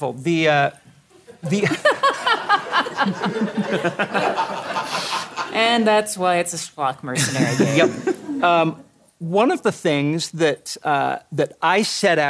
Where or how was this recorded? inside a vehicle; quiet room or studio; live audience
live audience